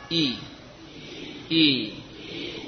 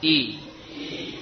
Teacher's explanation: Jadi kasrah dengan menurunkan rahang. I. Lalu bagian tengah lidah naik.